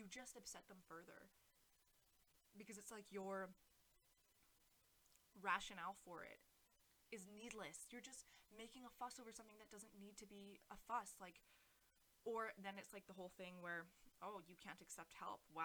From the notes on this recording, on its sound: mic problems